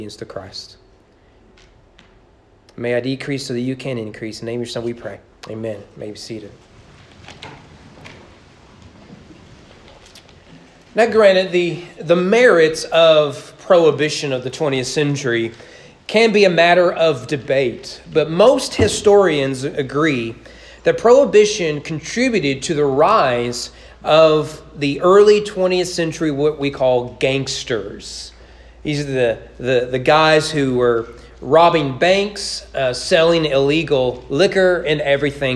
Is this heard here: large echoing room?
yes